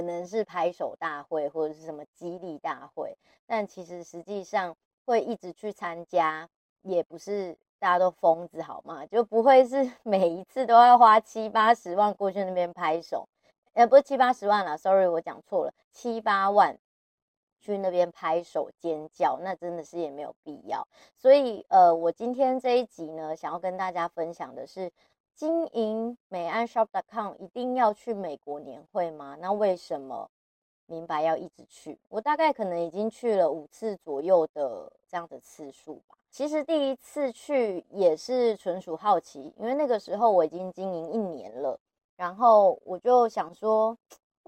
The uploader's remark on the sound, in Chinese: 大家這集耳朵辛苦了，回國換了一個麥克風錄音，真的很不推！